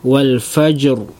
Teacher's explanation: Ro-nya kita tebal, tebalkan ya, meskipun di sana ada perbedaan cara membacanya, mungkin ada yang menipiskan, namun kita membaca yang tebal ya.